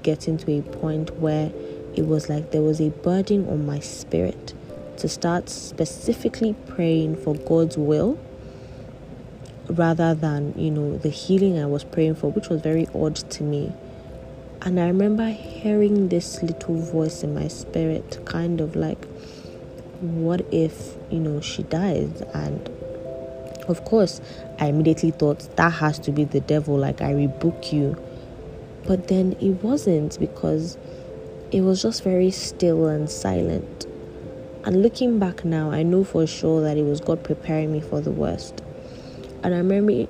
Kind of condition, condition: fault, background noise